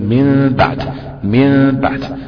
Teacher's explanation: بقلبها إلى ميم مغنونة، مغنونة يعني مش كاملة الإطباق، يعني ما ينفعش أطبقها تمام، وده بيختلف الإقلاب ده، الحكم